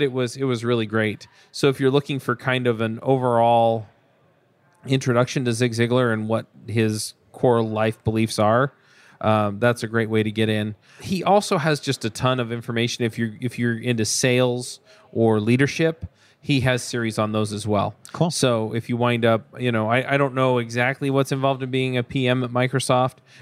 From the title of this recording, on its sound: LIVE at Microsoft Build